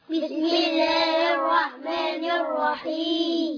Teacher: مضغمة لا تنطق، راء شدة وفتحة مفخمة، بسم الله الرحمن الرحيم، حاء كسرة مادة عارض السكون جائز اثنين أو أربع أو ست حركات